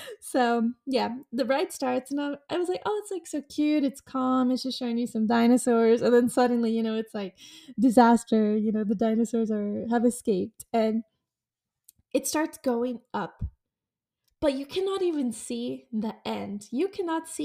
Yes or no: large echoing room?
no